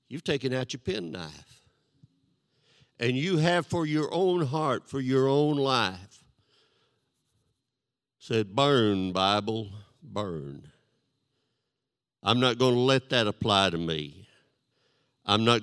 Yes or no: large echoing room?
yes